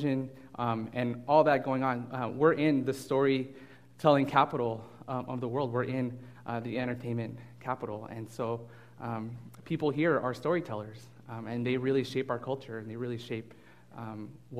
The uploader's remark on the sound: delivered this message as a guest speaker at Fellowship Church of Burbank